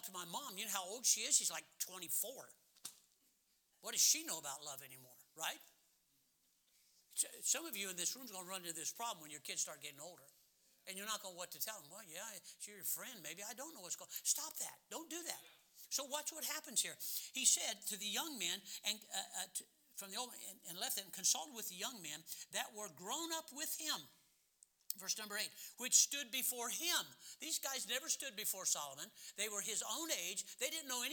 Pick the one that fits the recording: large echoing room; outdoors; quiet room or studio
large echoing room